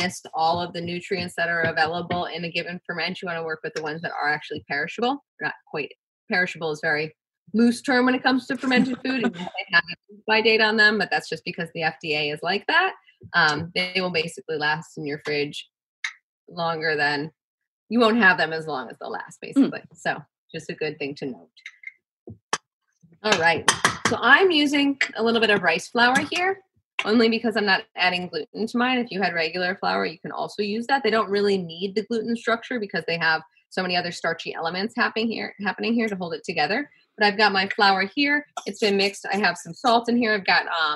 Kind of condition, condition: link, video call